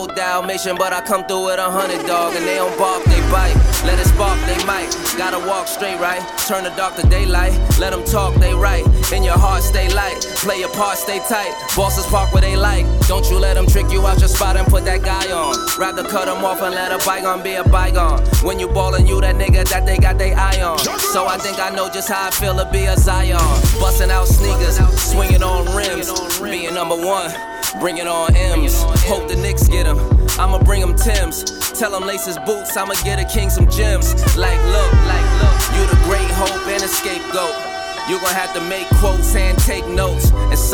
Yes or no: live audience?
no